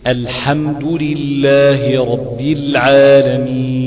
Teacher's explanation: الراء فخمة تخرج كما هي من طرف اللسان، ولكن منطقة اقصى اللسان مستعلية، هي الراء بتتفخم، لو كانت مفتوحة او مضمومة يبقى بتفخم، الراء اذا كانت مفتوحة او مضمومة مفخمة. · Term: راء مفخمة